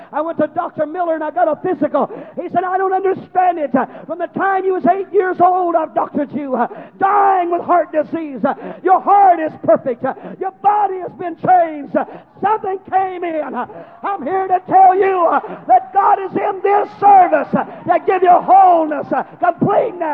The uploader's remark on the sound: preaches a conference in Baton Rouge, LA